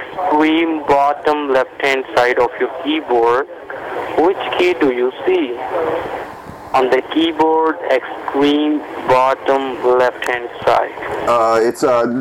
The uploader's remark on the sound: This time I had my recording stuff at handwhen he called.